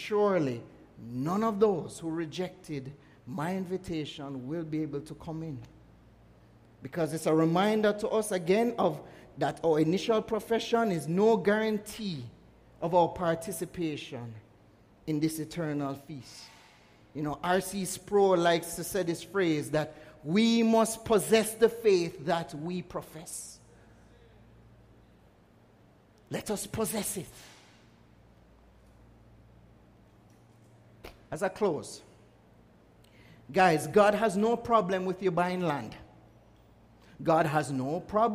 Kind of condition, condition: setting, large echoing room